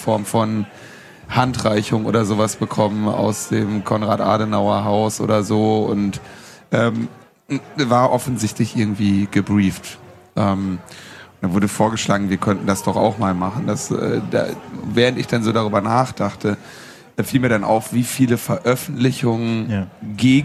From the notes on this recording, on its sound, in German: Chaos Communication Congress (32C3) und haben uns auf die Bühne des Sendezentrums begeben um eine Sendung live vor Publikum aufzunehmen.